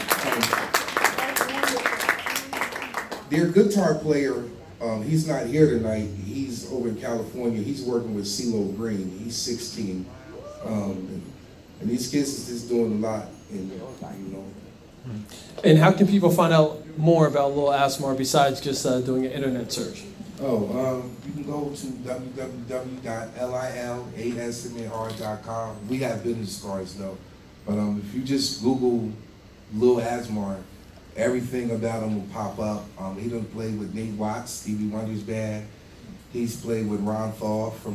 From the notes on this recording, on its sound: During his performance during the REJS Entertainment Rising Stars Spotlight at Tavern On The Lake in Hightstown NJ.